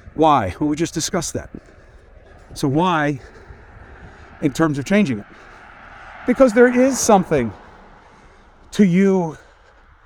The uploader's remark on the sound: Walk and Talk